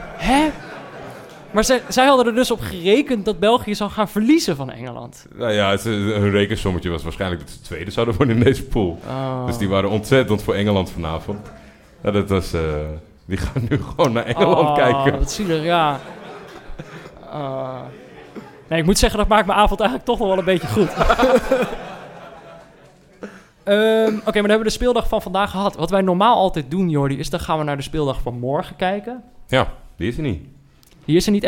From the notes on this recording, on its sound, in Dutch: In de zaal zitten duizenden mensen